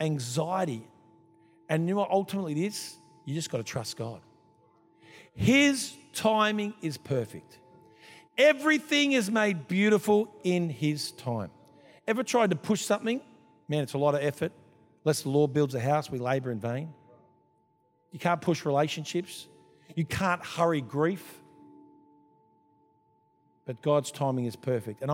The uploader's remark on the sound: This was recorded in our 5pm service